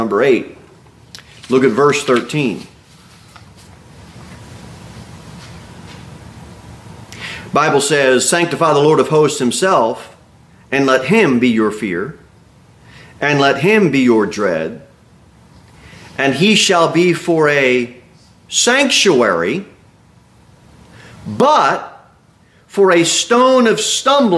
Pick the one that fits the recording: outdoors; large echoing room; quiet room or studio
large echoing room